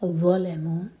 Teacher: ظلموا، ذو کے لیے زبان اوپر والے دانت کو ٹچ کرے گی اور تھوڑی سی ٹپار ہوگی اور پھر منہ بھر کا پڑھا جائے گا